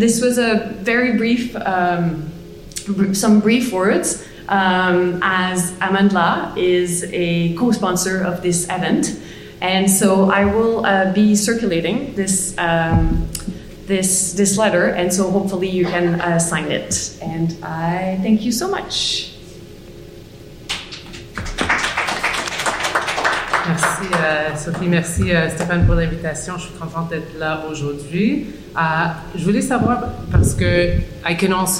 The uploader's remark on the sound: Featuring audio from a community event focused on Guinean struggles against deportation from Canada. This mix features audio clips from a public event in Montreal entitled “Guinean Refugees Organizing for #StatusForAll in Montreal,” which took place at Concordia University in February, 2023, which was hosted by the Social Justice Centre with support from Solidarity Across Borders and the Immigrant Workers Centre. You hear my introduction to the event.